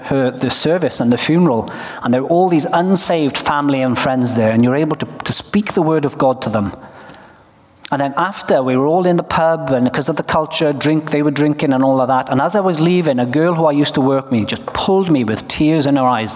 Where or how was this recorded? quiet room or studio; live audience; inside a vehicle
live audience